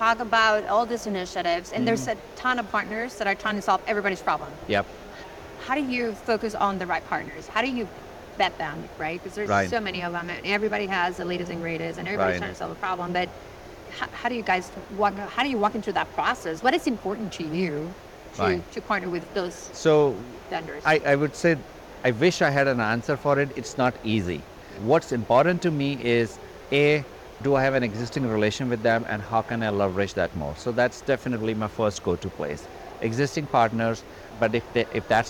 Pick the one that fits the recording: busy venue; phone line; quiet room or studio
busy venue